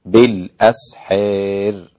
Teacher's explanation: أمال الأسحار، فيكون النطق بها بالإمالة دون نقل